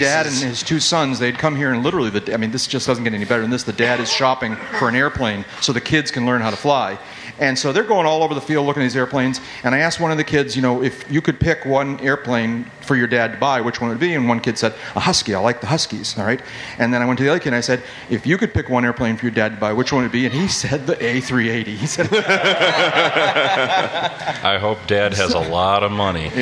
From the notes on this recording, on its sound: The audio from Podapalooza 2009 from Airventure in Oshkosh. This part contains the audio from the show that was broadcast live on EAA Radio.